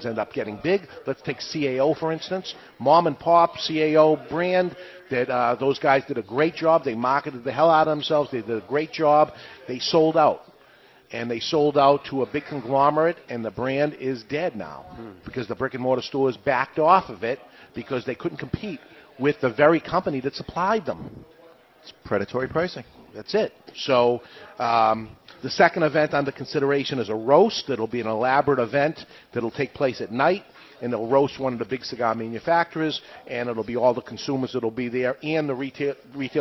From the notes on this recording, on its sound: LIVE From Two Guys Smoke Shop in Nashu NH